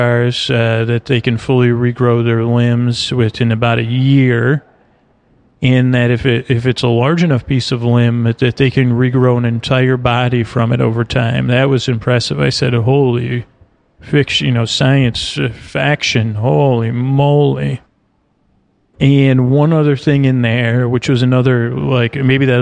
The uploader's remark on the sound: Sea Life Orlando | On Location